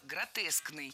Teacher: предпочтительным вариантом будет слово «гротескный» с однозначным ударением на втором слоге